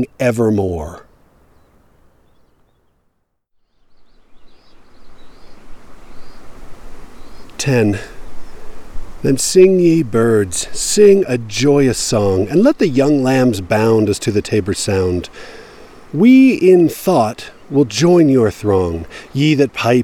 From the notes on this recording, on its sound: I recorded this at various stops on a hike up along the Deer Creek - Dry Creek trail in the Lone Peak Wilderness. Until I reached the water flowing under a snow field and didn't want to risk a crossing.